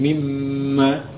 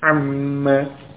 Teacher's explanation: Nun sukun pada min, masuk pada huruf mim, sehingga menjadi mim tasydid, mimma. Pada amma juga demikian.